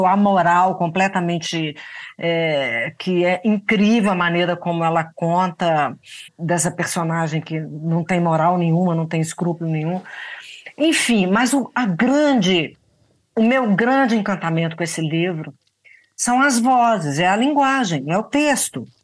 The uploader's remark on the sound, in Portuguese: Foi uma conversa via zoom